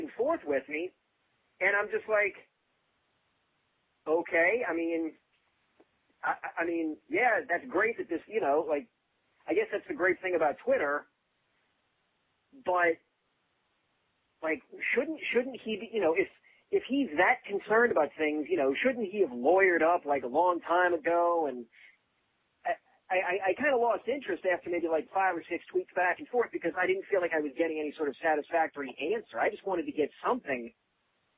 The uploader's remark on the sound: Chronic Podcast: Suprise call